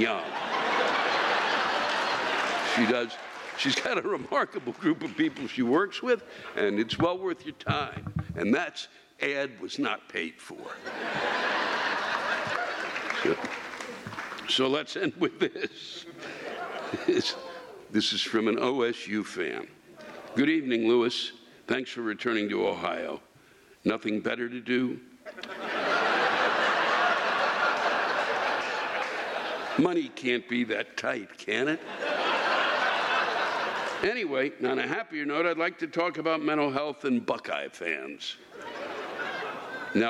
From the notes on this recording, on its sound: The live rants come from this past weekend’s shows. Packard Music Hall in Warren, OH and the Victoria Theatre in Dayton, OH.